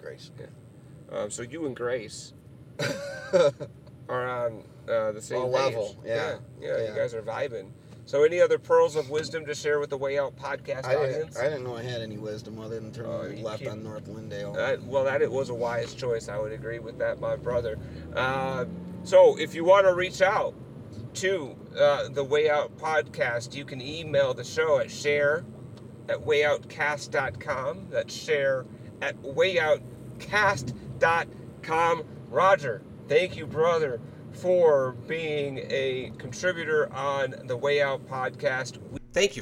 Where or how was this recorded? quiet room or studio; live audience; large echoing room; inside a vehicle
inside a vehicle